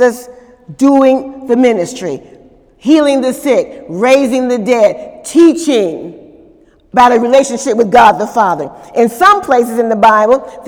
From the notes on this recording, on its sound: During Wednesday night service